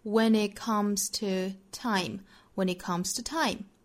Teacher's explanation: 两个爆破音相撞，我们失去一个，就是把前面的 it 这个 t 的发音给失去了